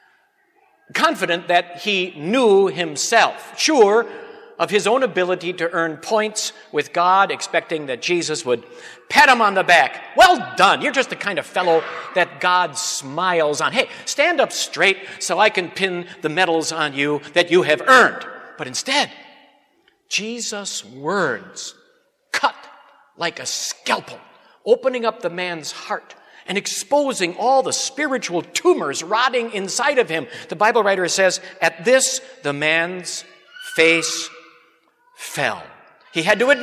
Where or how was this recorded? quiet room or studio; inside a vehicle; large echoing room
large echoing room